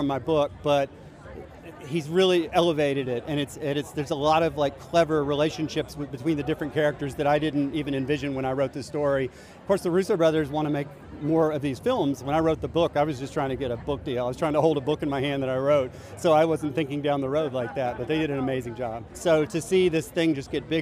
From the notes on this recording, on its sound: Silence on Set podcast was at The Gray Man premiere in LA. Here is a quick clip of some of the interviews we took to give you an insider feel of what it's like being on the red carpet.